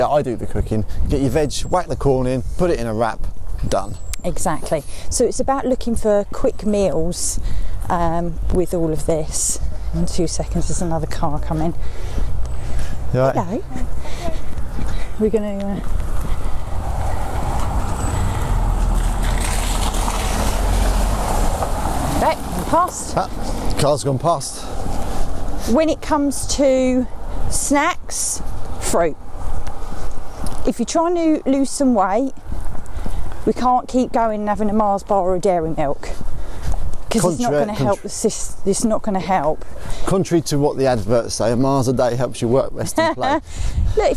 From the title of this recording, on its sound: walking podcast